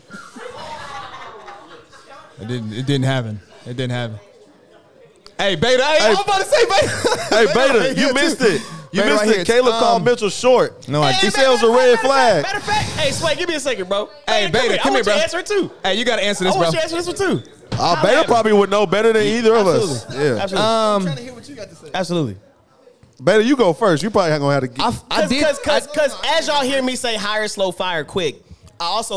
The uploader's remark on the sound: We hear from a few members of the live studio audience.